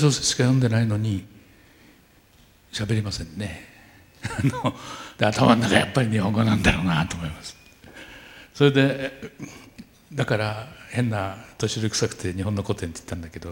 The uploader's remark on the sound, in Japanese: １回限りの公開授業。TOKYO FM ホール。